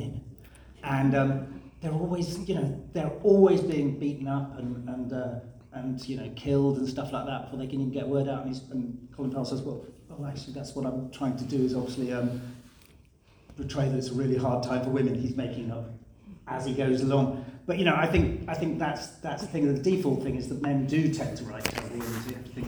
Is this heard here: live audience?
yes